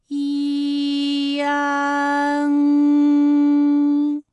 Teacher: 练一组例词啊，参战。参战，反感，反感，烂漫，烂漫。好，下面呢，我们来发一安的发音。发音的时候呢，从前高不圆唇元音一开始，舌位向前低元音啊的方向滑降，舌位只降到半低前元音 i 的位置就开始升高，发 i 后软腭下降，逐渐增强鼻音色彩，舌尖迅速移到上齿龈，最后抵住上齿龈，做出发鼻音呢的状态。大家可以跟我来感受一下啊，一安，哎，这三个音发完整，我们每一个状态呢都能知道它的音的流向，当然最后一定还是要归到鼻音呢才算是发完整。好，大家一起来跟我来发下面这组词，艰险，艰险，简便，简便，连篇，连篇。好，我们继续再来发乌安。乌安的发音的时候呢，是从圆唇的后高元音乌开始，口型迅速的由合口变为开口状，舌位向前迅速滑降到不圆唇的前低元音啊的位置呢就开始升高，发啊后软腭下降，逐渐将鼻音色彩增强，舌尖迅速移到上齿龈部，最后抵柱上齿龈发出鼻音。